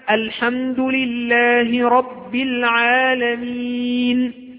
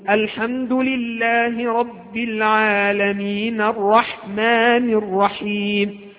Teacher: أنت تسكت على النون في كلمة العالمين بالسكون · Shown in: first take